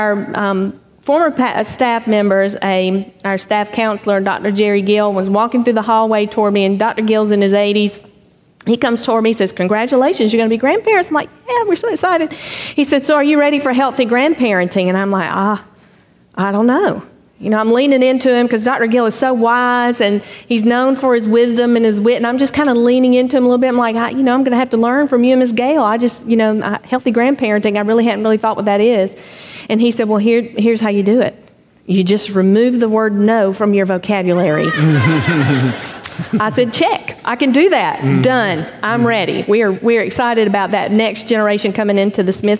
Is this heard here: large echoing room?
yes